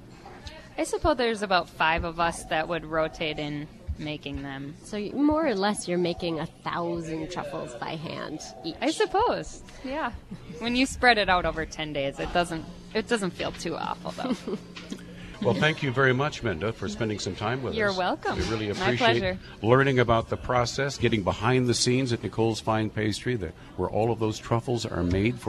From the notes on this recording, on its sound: On Location at Nicole's Fine Pastry.